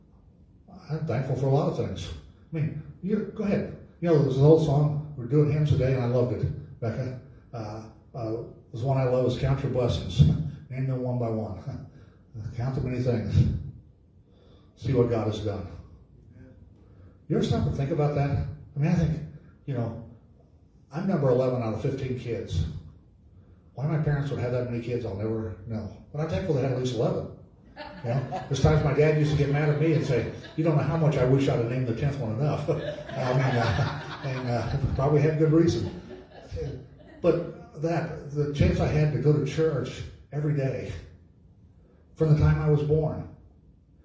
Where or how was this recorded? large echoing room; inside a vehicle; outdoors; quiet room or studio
large echoing room